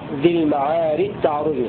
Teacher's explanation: بإدغام الجيم في التاء إدغاما كاملا